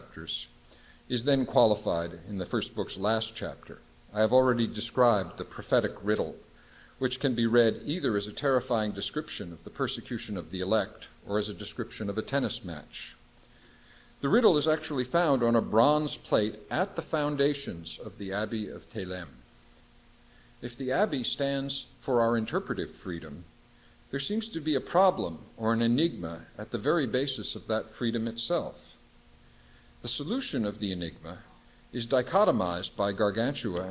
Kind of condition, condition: setting, large echoing room